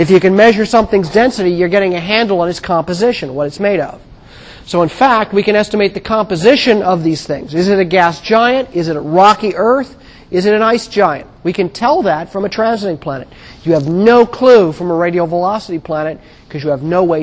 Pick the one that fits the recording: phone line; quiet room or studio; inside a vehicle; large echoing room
large echoing room